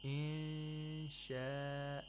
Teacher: We have ikhfa of nun sakina. We have to approximate the place of articulation of sheen, just like minshawi. Insha'a. Along with the nasalization, while you're approximating the sheen, the nasalization should last two vowel counts.